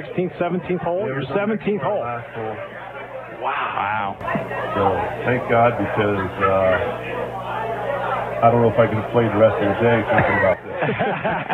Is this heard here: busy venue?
yes